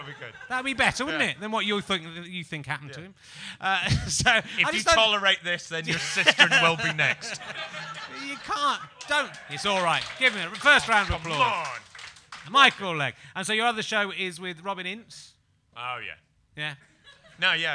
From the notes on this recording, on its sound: Almost live from The Stand comedy club in Edinburgh. Sorry if the sound is a bit uneven - we tried to record it with the Tascam but some audience interaction sent that smashing to the floor and so this is the version recorded through the desk.